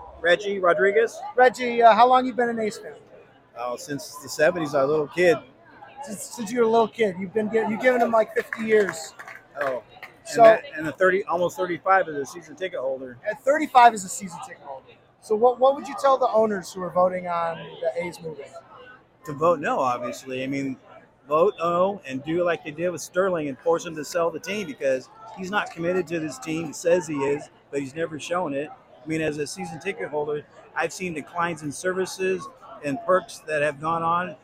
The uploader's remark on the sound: Interviewing A's fans at 2023 home finale. Roamed around the Coliseum with a microphone and got the pulse of the A's fan base after a tumultuous year in Oakland.